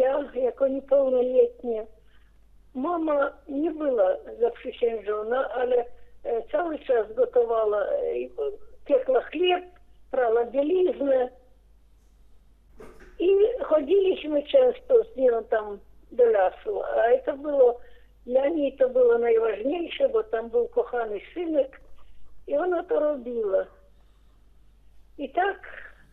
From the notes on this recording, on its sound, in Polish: Rozmowa telefoniczna